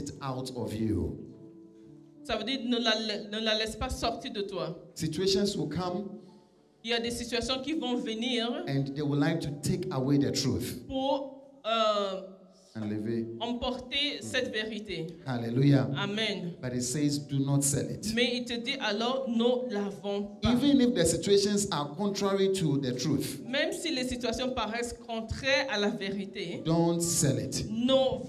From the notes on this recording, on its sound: Preached during Joyful Hour Sunday Service